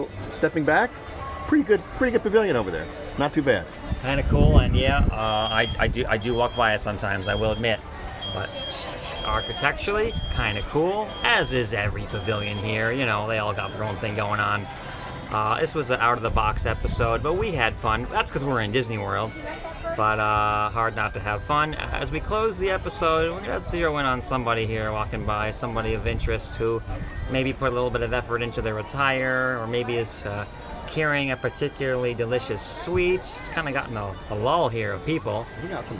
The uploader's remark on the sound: On location, we talk about what we see from the Stave Church front porch.